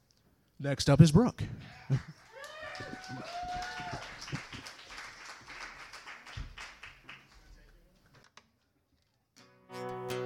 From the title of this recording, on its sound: April 2000 Kzoo Slam Finals (Part 1: Open-Mic)